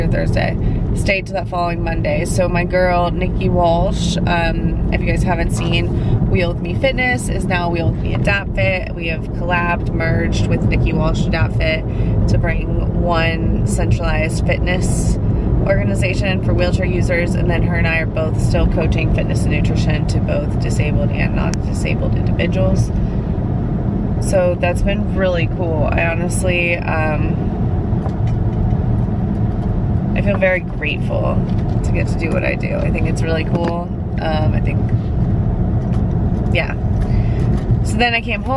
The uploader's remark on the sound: A lot of my life takes place in my car. I realized if I didn't start turning the mic on in the car, I wouldn't record a pod.